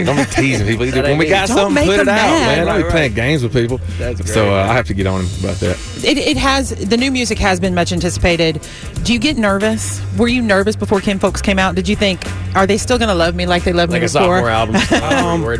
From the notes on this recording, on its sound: live from Nashville at the 53rd Annual CMA Awards!